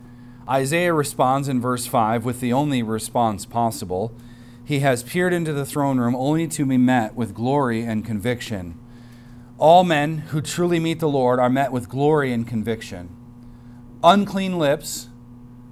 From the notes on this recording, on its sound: recorded on Sunday, October 22nd, 2023, at the weekly worship gathering of Cross & Crown Church